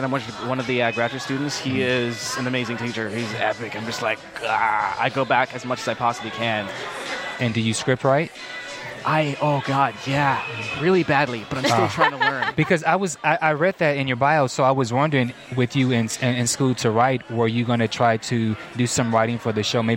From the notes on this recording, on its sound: LIVE from the Kari Feinstein Style Lounge gifting suite for the 2012 MTV Movie Awards